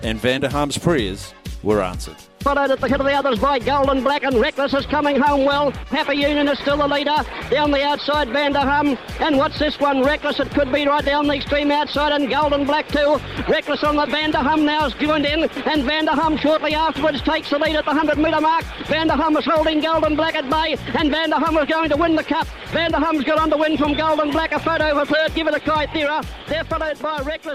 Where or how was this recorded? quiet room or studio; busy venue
busy venue